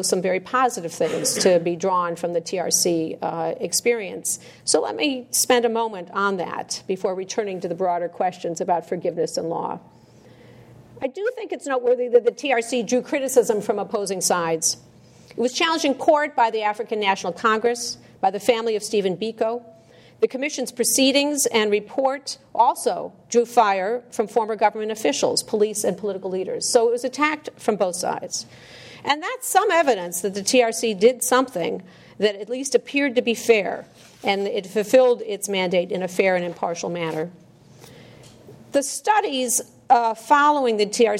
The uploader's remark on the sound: This lecture was presented on January 8, 2015, at the University of Chicago Law School as part of the Brennan Center Jorde Symposium.